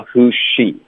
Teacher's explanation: z 的嘴型跟 s 的嘴型是一模一样的，那在这种情况呢，我们实际上会把这个音给省了